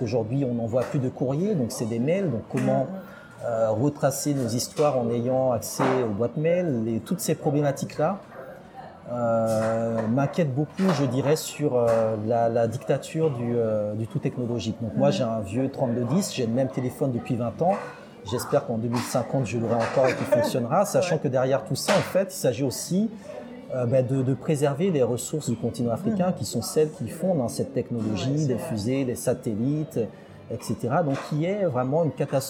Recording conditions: background noise